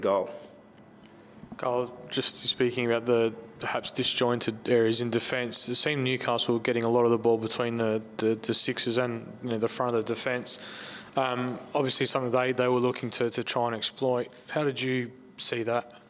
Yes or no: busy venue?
yes